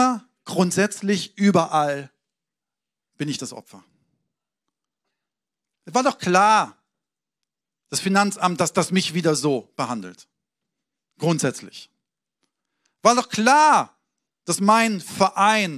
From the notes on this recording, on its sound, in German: Sonntagspredigt aus dem Standort Bochum.